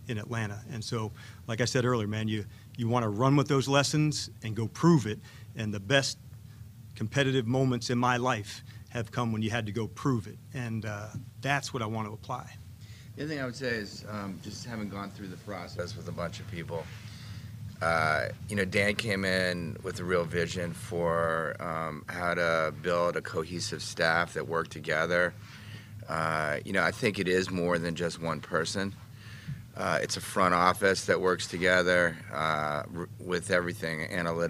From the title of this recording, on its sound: Intro Presser LIVE From Ashburn